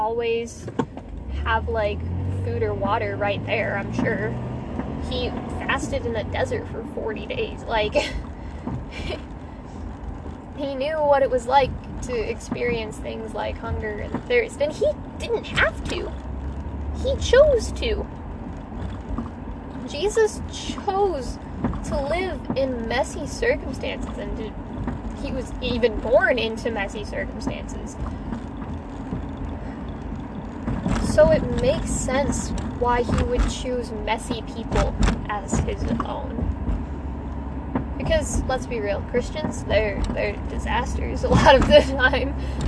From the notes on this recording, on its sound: sorry about all the background noise.